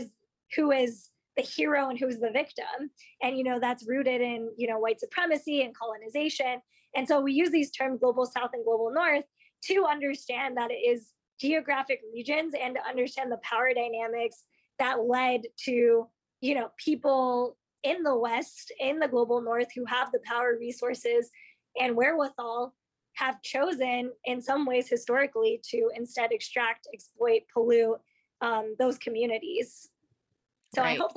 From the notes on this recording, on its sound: After a trailblazing day, she hopped online to record our conversation.